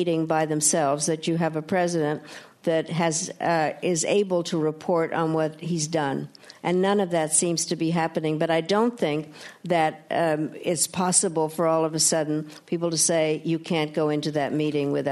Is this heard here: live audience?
yes